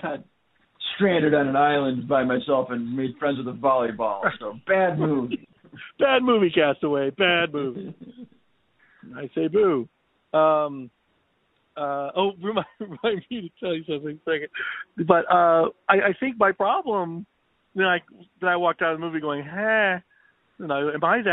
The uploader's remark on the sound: A special phonesode!